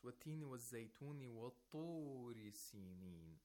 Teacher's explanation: which means the root of the tongue is raised. You have to raise the root of the tongue while pronouncing ta. · Term: isti'la